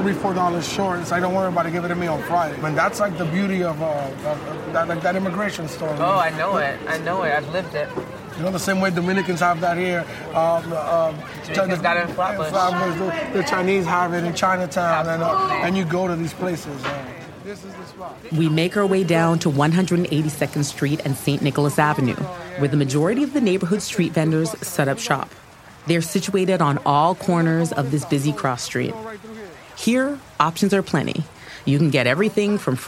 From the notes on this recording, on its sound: Takes the A-line up to Washington Heights, a loud, vibrant Dominican neighborhood in New York City. For a walking tour of his hometown. A local shortcut to avoid walking some of the steepest hills in all of Manhattan. Nicholas Ave., a bustling thoroughfare at the heart of Washington Heights.